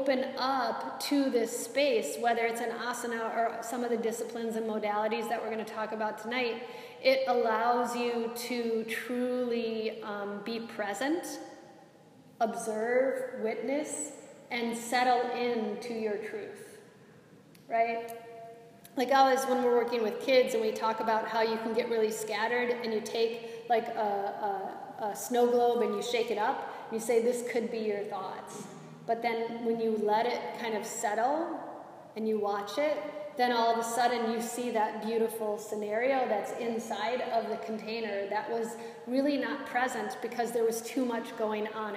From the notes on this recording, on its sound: This is a live excerpt of a recording from a Yoga Enrichment Workshop for a group of wellness professionals